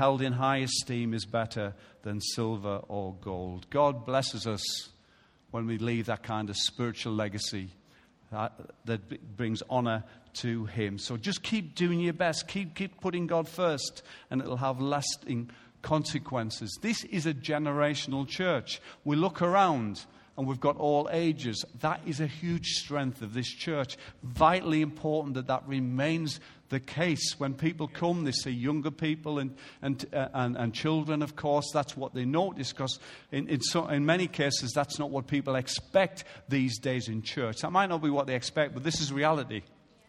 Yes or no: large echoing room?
yes